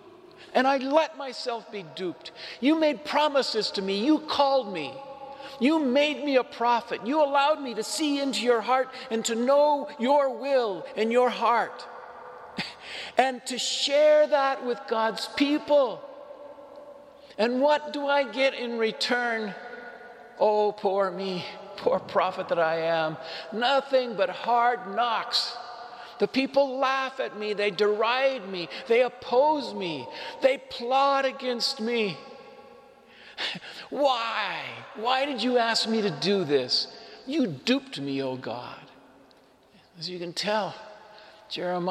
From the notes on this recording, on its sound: Homily delivered to the Saint Francis Catholic Community in Cuenca, Ecuador.